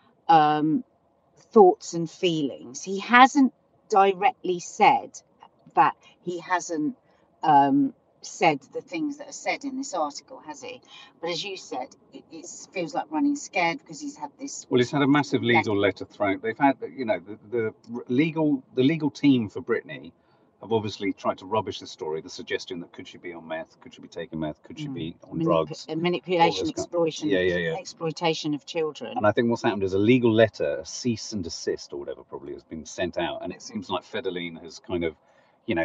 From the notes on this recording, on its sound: Train chaos means today's Coffee Moaning is from the car so apologies to everyone listening if the sound is a bit wonky!